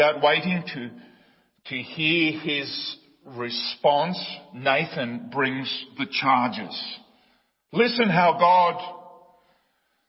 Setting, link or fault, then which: setting, large echoing room